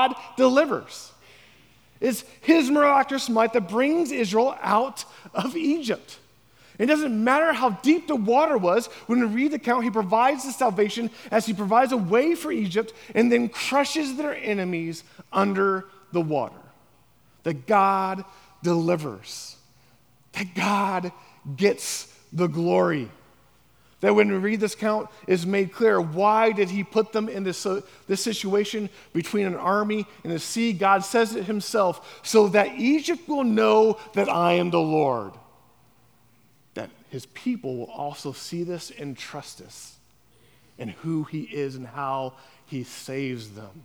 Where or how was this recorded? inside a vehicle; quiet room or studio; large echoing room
large echoing room